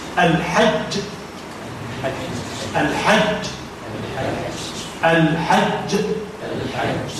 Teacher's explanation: التعطيش بالنسبة للجيم، نسقيها من الشين، تأخذ بعضا من صفات الشين. عندما نقف مثلا على الجيم نقول الحج، نشم منها رائحة الشين، هذا هو تعطيش الجيم. · من جارتها وهي الشين. تسقي الجيم من الشين، فياتي مزج ما بين جي وشي